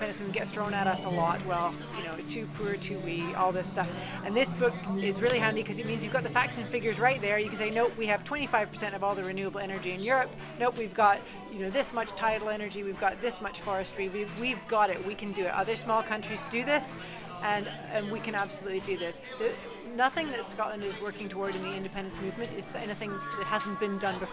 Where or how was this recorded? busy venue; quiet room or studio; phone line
busy venue